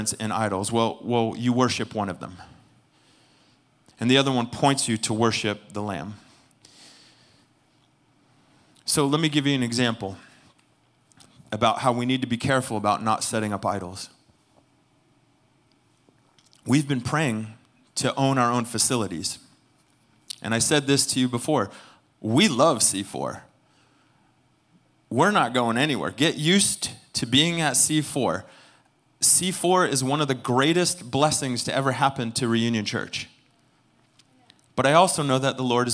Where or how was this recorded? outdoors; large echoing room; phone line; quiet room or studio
large echoing room